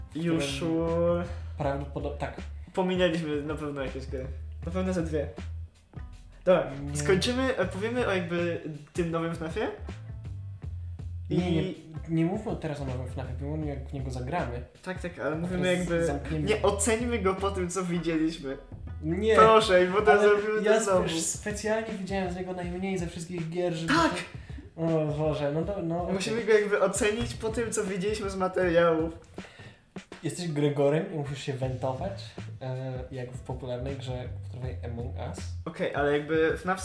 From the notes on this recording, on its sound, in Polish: Odcinek został nagrany na półleżąco, z mikrofonem położonym na oparciu kanapy.